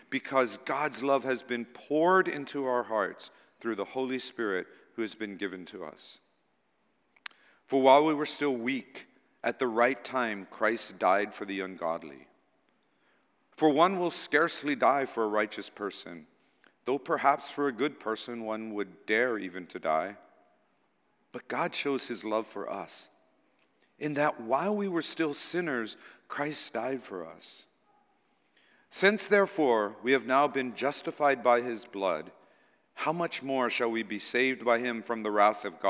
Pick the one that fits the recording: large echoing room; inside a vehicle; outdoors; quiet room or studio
large echoing room